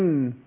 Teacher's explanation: عندنا النون بتخرج من طرف اللسان مع اصول الثنايا العليا